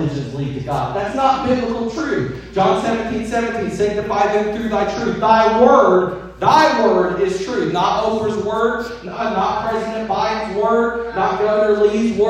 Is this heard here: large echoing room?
yes